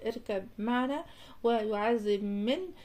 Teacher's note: في إدغام ورد في الرواية، إدغام الباء في الميم